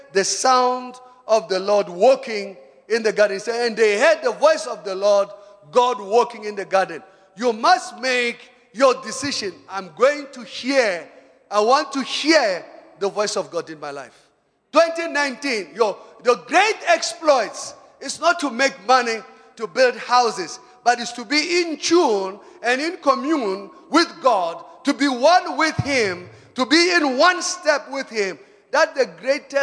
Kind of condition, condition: setting, large echoing room